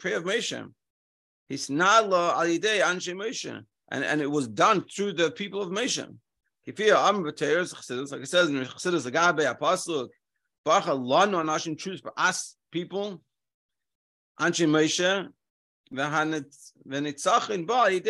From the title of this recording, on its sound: Daily Zoom Shiur